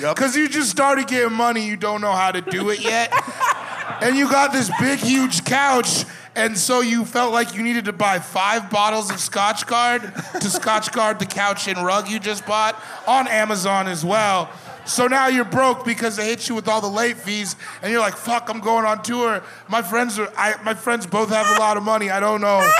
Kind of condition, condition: setting, live audience